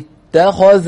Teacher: ات مرققة، تا خ مفخمة، ذا مرققة